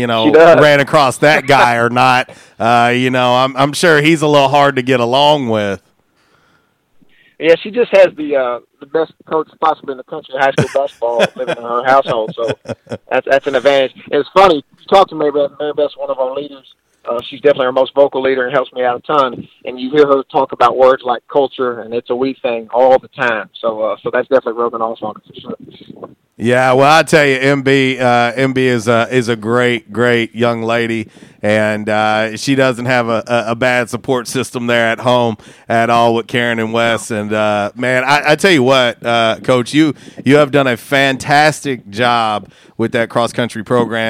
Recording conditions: phone line